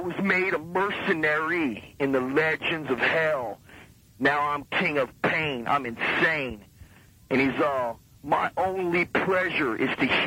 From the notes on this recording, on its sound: To Studio A for spooky times and light chit chat! Talks on the phone and such.